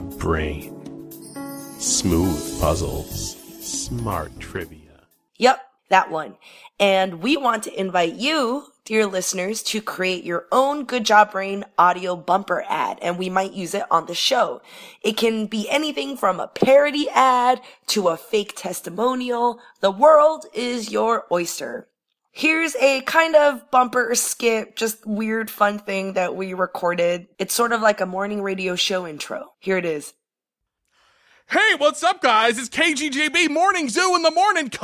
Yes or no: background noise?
no